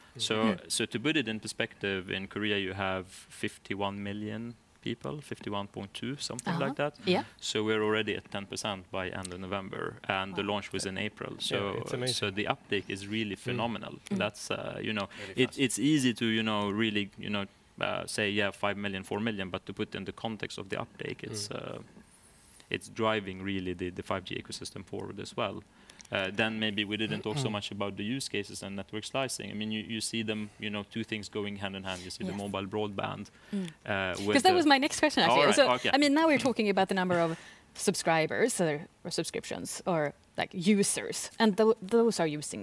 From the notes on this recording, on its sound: Live on LinkedIn. Actually recorded the podcast live in Ericsson's showroom.